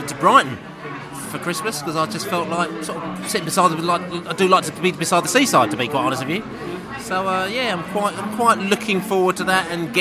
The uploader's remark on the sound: The Beesotted pre-Bolton Christmas Podcast. Met up for pre-Christmas drinks at the George IV pub in Chiswick.